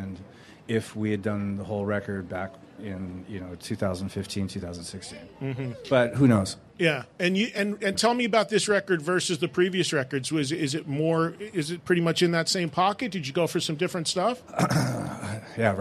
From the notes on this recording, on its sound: joined live at the Rainbow in Hollywood